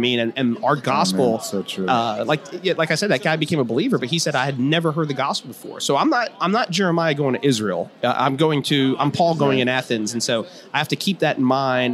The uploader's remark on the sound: interview with me at the G3 Conference